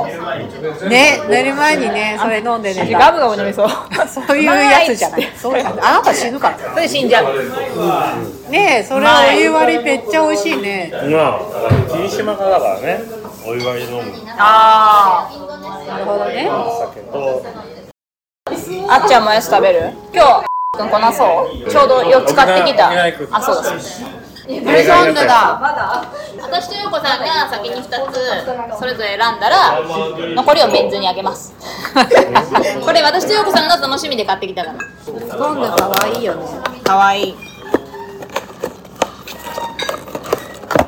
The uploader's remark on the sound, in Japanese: ハロウィン前夜、渋谷は人が少なくてお店も静かめでした。とはいえ飲み屋の収録なので騒がしいです。